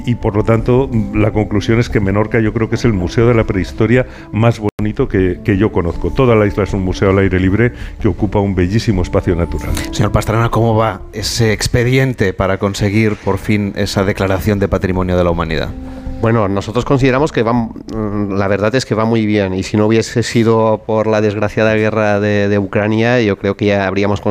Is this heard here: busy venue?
yes